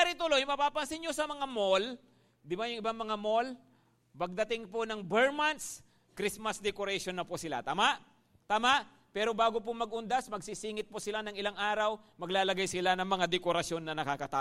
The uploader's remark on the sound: at Grace Testament Church's 5:00pm service